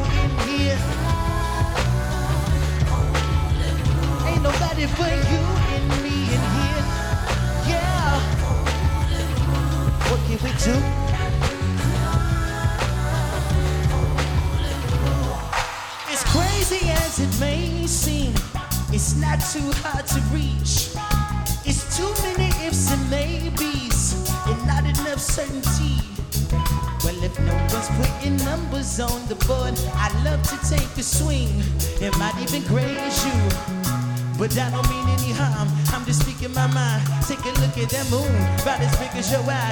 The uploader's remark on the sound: Live From NPR Music And SXSW 2016